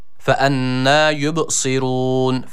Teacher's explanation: Şeddeli olan nun harfini bir elif miktarı uzatıyoruz ve tutuyoruz, hemen bırakmıyoruz. Gunneli bir harf olduğu için.